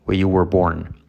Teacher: La where, la R de where no se pronuncia.